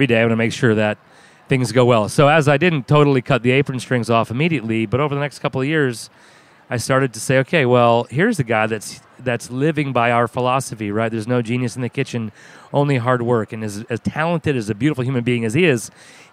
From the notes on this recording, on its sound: A special “On the Road” edition from Charleston Wine & Food Festival in Charleston, SC. From Heritage Radio's Podcast Studio in the Culinary Village. Her live broadcast with local chef hero.